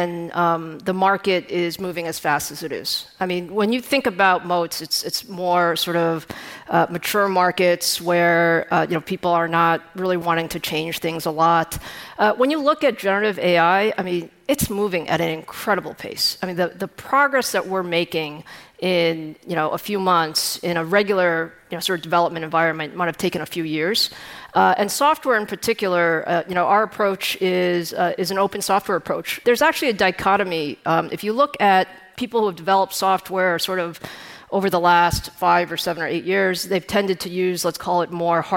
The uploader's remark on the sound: The Code Conference was this week, and we had a great time talking live onstage with all of our guests.